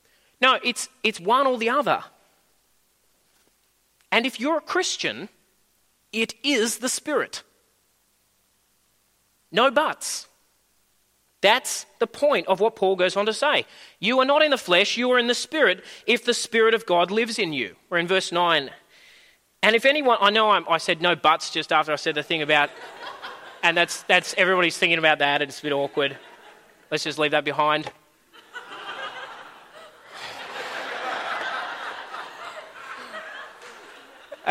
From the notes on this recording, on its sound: At a Church in the Graveyard service